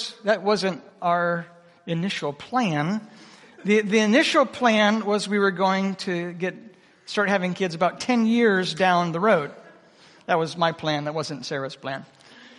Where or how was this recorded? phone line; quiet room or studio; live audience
live audience